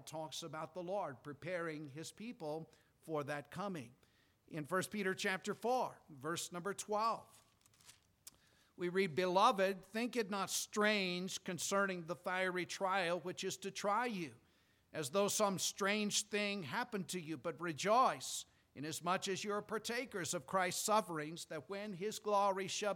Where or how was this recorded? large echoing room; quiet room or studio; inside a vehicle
large echoing room